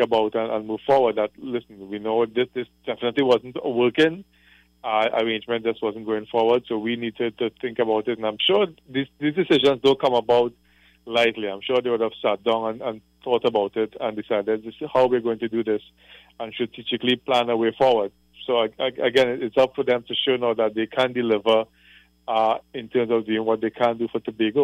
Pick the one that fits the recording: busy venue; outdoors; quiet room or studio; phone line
phone line